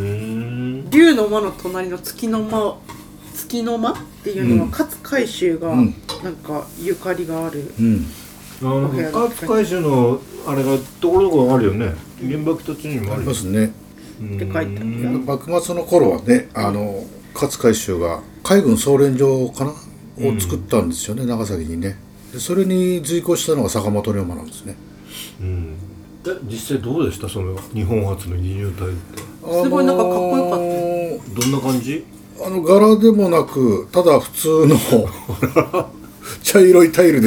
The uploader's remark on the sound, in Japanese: 長崎の夜はタコパで座談会。今回も長崎での収録回です。今宵は3人でたこ焼きパーティ。大衆酒場 いけいけ松ちゃん｣。雑音等、お聞き苦しい点がございます。なにとぞご容赦下さい。